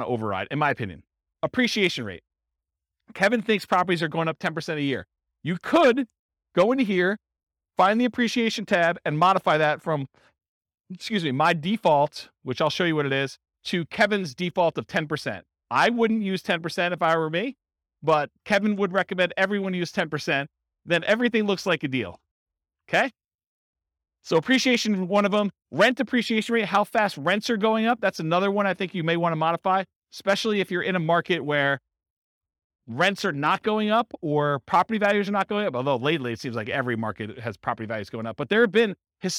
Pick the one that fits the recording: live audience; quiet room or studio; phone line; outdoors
live audience